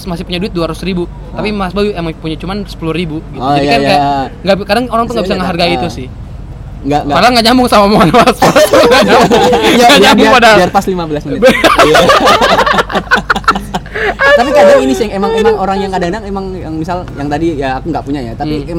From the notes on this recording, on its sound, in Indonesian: Take kali ini di pinggir jalan, dinikmati ya ambience kendaraan bermotor mondar-mandir.